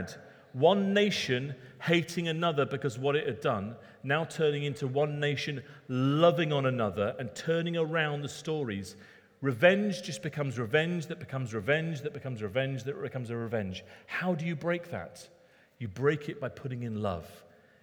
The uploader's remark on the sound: Recorded at Middlesbrough Community Church.